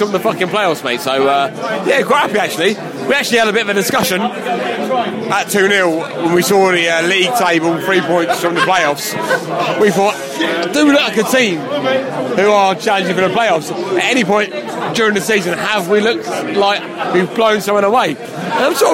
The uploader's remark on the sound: post-match podcast from the pub